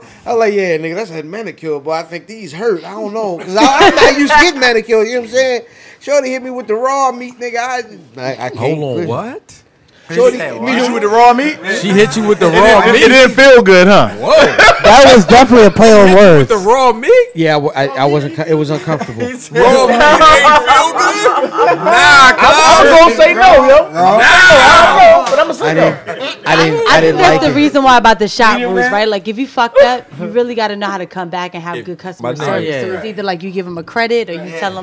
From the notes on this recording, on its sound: on location live from Kevin's Barbershop